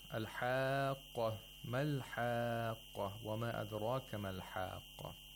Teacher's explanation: So you have to lengthen these madul lazims to six vowel counts. Mm-hmm. You don't have a choice of four or five vowel counts.